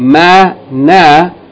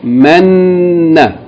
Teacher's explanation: You hold the sound of the noon because it's double · Shown in: second take · so you say men, na. · Term: shadda